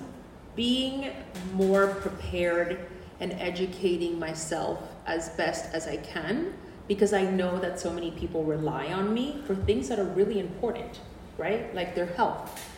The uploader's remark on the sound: NYC Event Panel Discussion. On this episode you will listen to the entire panel discussion at our Mujerón Movement NYC Event we had last week.